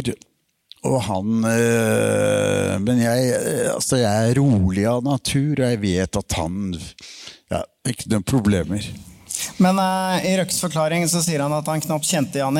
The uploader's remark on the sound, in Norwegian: Påskeshow Live fra Rockefeller Del 2